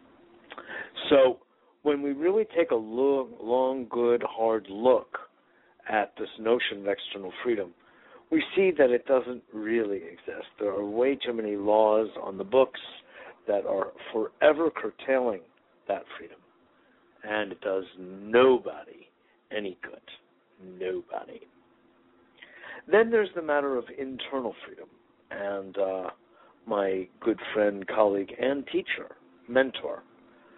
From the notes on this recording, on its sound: Today is a chance for listeners to call.